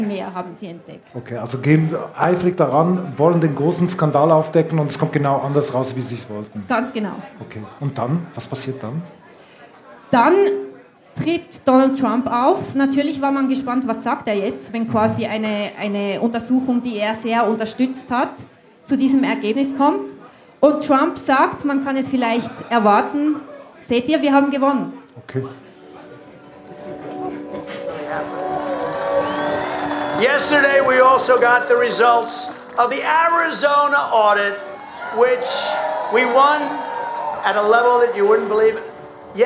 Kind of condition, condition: setting, live audience